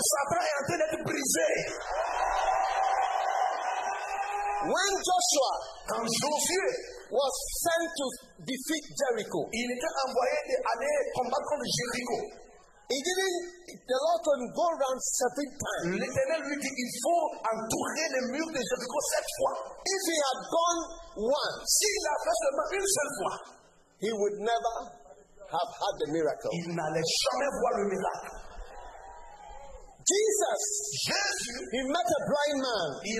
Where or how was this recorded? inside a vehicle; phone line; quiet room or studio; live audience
live audience